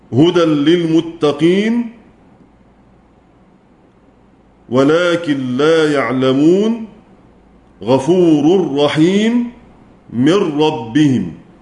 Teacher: أجمع القراء السبعة على إدغام النون الساكنة والتنوين في اللام والراء بلا غنة